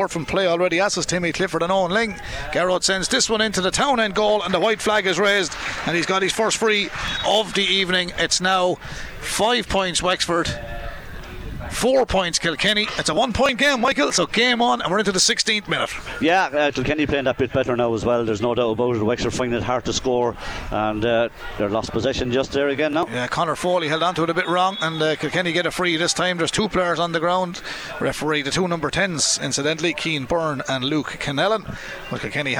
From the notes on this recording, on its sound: We were in UPMC Nowlan Park. Live in the stands.